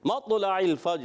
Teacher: طا کو موٹا رکھنا ہے، قلقلہ بھی کرنا ہے، فجر میں جی میں قلقلہ ہوگا، اور را کو وف کی صورت میں پر کر کے پڑھیں گے.